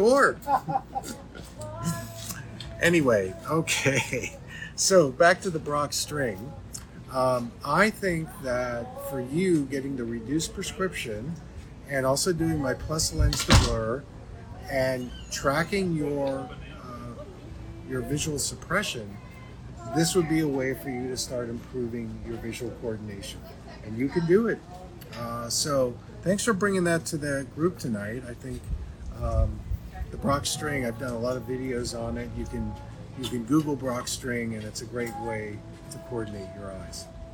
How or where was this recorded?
busy venue